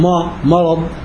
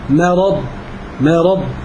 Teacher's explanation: فينتبه لترقيق الميم في مرض · Shown in: second take